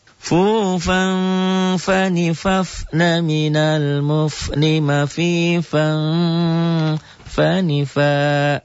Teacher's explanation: ikhfanya bunyi M tapi samar.